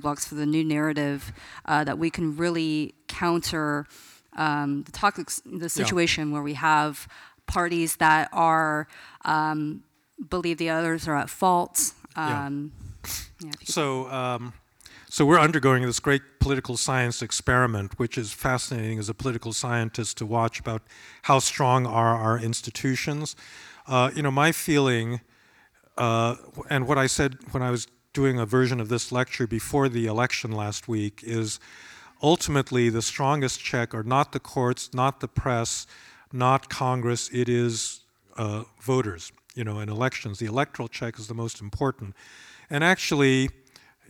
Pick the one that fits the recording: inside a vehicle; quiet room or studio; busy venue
busy venue